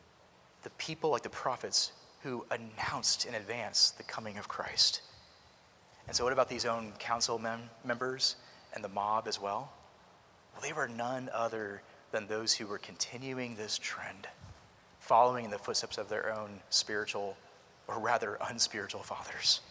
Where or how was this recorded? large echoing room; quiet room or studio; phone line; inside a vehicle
large echoing room